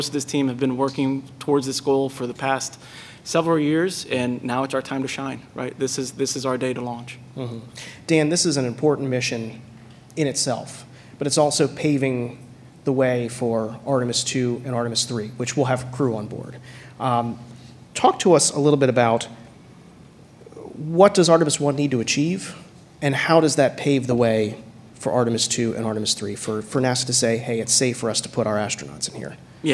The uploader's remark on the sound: At the event: Some curious kids in the audience who had some questions of their own.